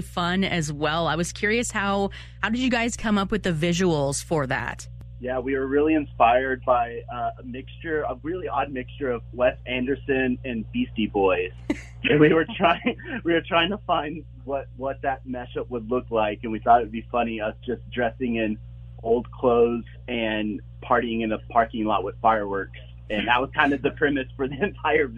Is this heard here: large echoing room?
no